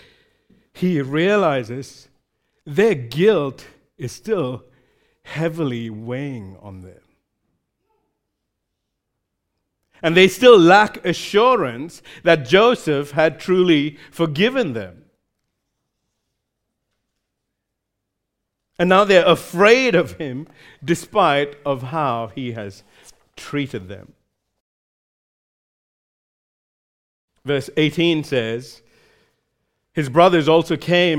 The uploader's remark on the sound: recorded live at Grace Community Bible Church